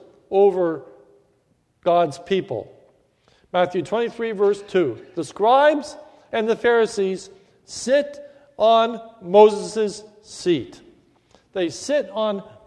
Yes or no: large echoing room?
yes